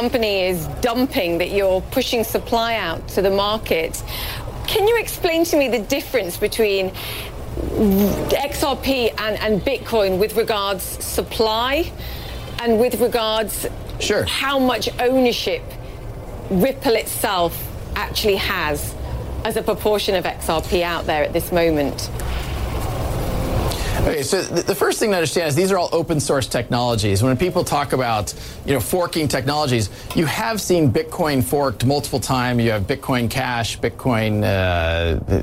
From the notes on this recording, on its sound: live from the New York Stock Exchange